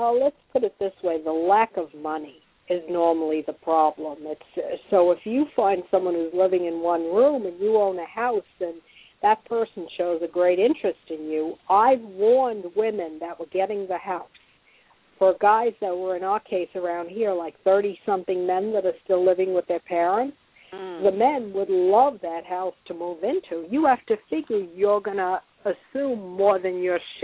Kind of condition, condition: link, phone line